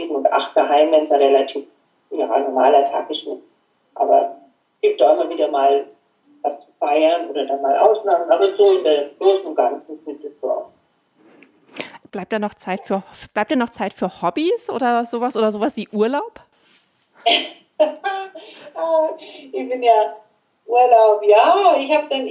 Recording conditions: poor sound quality